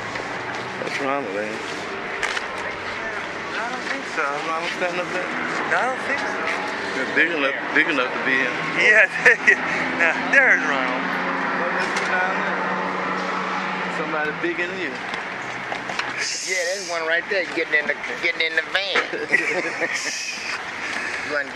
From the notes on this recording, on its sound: Driving through Oakland and onto the Bay Bridge heading west.